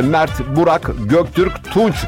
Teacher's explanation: Çıtır cips etkisine baktığınızda KTPÇ, patlamalı ve sert sesler barındıran isimler işte Mert, Burak, Göktürk, Tunç gibi isimlerse ağız içinde keskin ve ani bir hava akımı yaratır